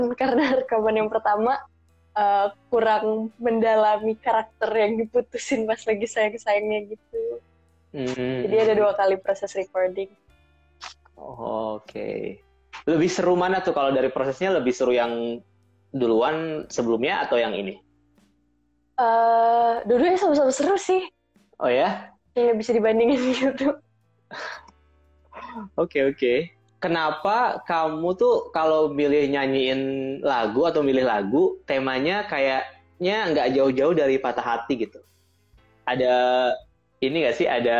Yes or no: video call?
yes